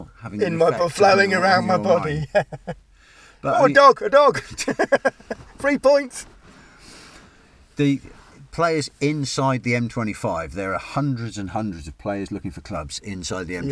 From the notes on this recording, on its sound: car outside Plainmoor